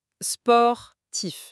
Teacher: On sent très bien la lèvre du bas venir frotter contre les dents du haut pour laisser échapper l'air